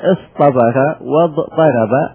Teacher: وقعت تاء الافتعال بعد حرف إطباق وهو الصاد، ووقعت بعد حرف إطباق وهو الضاد، فهنا أبدلناها إلى طاء